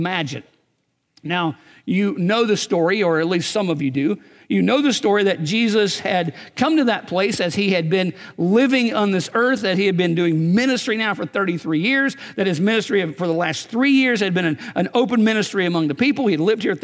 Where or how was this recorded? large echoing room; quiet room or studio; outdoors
large echoing room